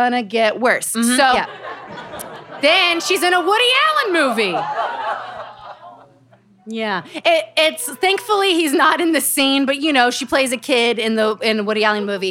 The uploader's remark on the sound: Celebrity Book Club went LIVE! On stage at Caveat in New York City.